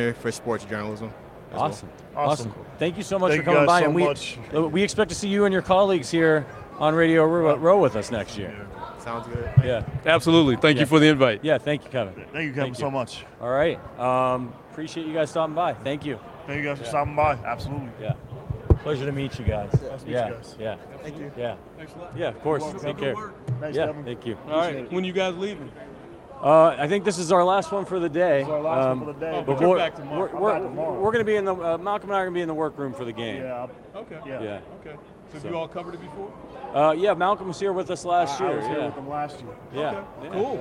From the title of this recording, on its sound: Live from Super Bowl LVII